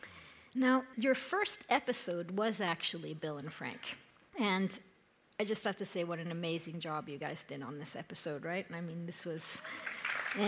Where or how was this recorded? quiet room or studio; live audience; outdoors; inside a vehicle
live audience